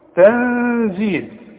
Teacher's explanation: نون ساكنة أي تن وبعدها الزين، والزين من حروف الإخفاء، إذا أغن واخفي